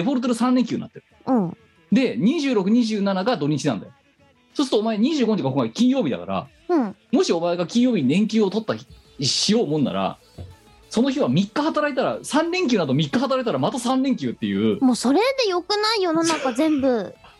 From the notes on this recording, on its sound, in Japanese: 本番組はリモート収録です。収録時環境の影響により、聴き取り辛い部分があります。途中で色々とノイズ等入りますが、収録時のものです。